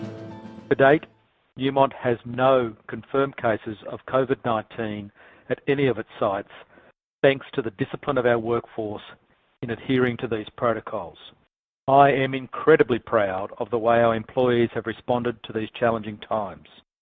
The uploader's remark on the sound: excerpts from Newmont’s May 5, 2020, conference call